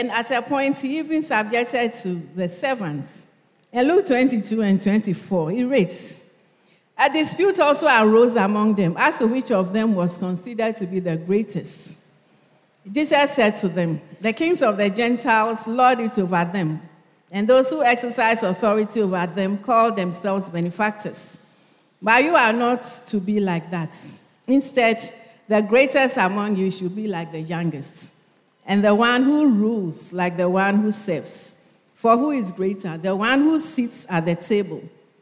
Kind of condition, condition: setting, large echoing room